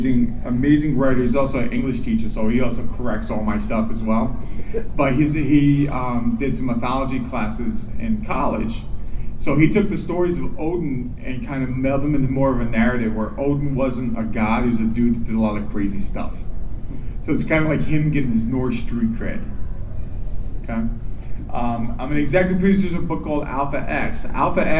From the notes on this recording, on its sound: Playing the audio of the panel. Wizard World Fort Lauderdale, Florida.